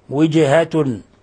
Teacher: ولا يخفى قلقلة الجيم في قوله وجهة لأن الجيم ساكنة